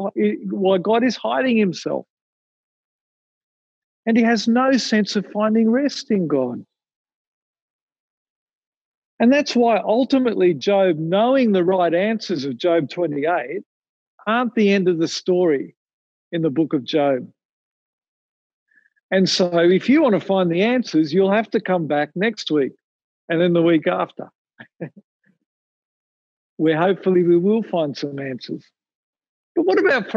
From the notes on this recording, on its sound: Recorded from Zoom.